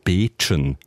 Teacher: man sollte den Familiennamen eigentlich mit einem langen E aussprechen, also Beetschen.